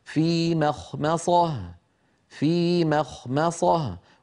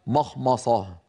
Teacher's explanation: القارئ ينطق ميم مرققة خاء مفخمة ميم مرققة صاد مفخمة · Shown in: first take · الأمر فيه تناوب وبحاجة إلى يعني تمرين وتدريب، لكنه بعد التدريب يأتي صحيحا هكذا في مخمصة في مخمصة وليس مخمصة.